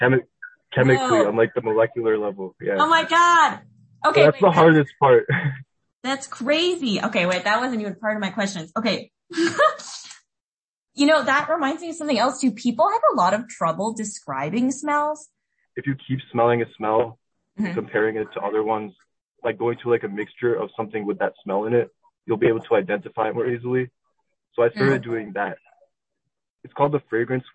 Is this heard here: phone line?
yes